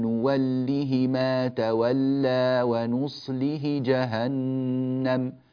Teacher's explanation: نوله ما تولى ونصله جهنم بكسرة فقط من غير صلة